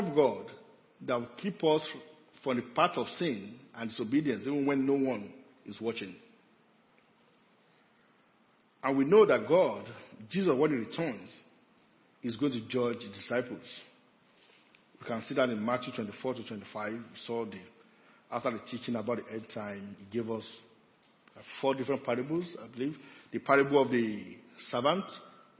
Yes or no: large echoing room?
yes